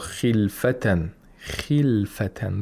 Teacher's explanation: The kha has the lowest level of tafkhim because of the kasra.